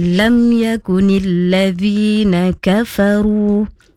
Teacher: huruf na, baca dua harokat sahaja